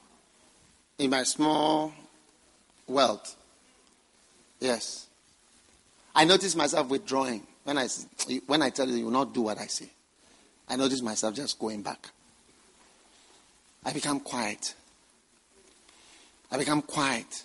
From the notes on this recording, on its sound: Preached at the First Love Thanksgiving Service